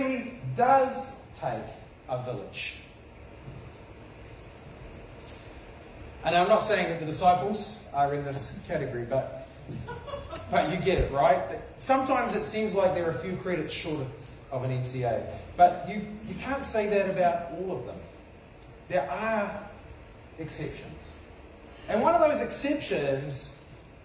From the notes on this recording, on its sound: This sermon was preached at cession|community on 21 February 2021